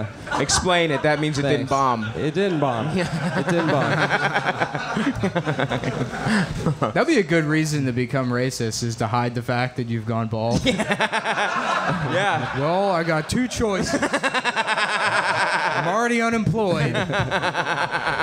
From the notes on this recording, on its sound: Live at Skankfest Live Show